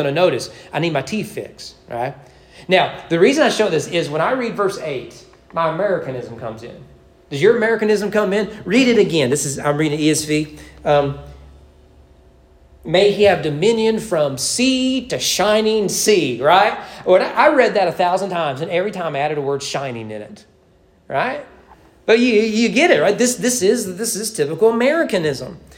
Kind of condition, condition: setting, large echoing room